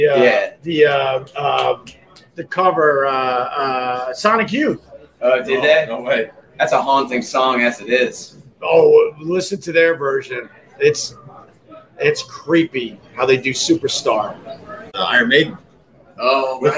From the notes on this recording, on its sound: Live from Gebhards